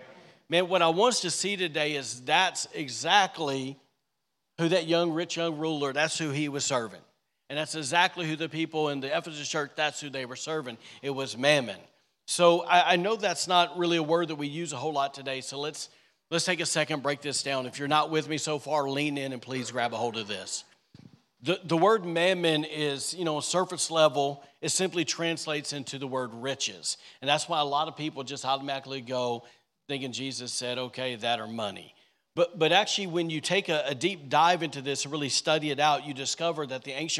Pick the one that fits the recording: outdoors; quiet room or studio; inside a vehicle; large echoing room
large echoing room